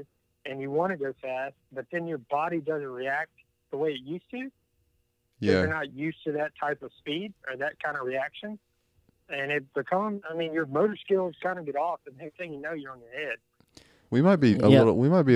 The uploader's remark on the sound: This week we have new equipment and finally have a call in guest!